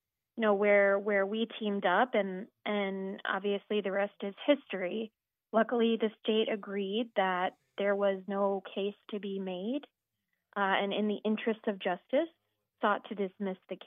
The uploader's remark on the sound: calls